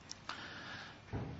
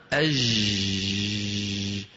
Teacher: الجيم من وسط اللسان، هذا الحرف أج أج جا جو جي، هذا الحرف كما نرى على اللوحة من وسط اللسان، ومخرجه الفصيح كما ترون مقفول، لأنه حرف من حروف الشدة · Shown in: first take